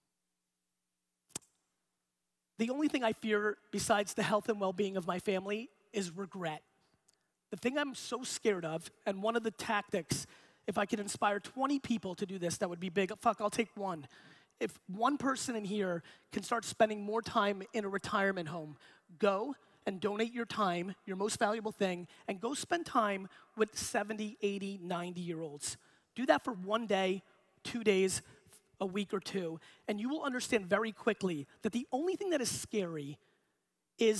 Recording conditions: live audience